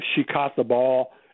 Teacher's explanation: huge numbers of Americans don't say those things differently. They say cot for both of them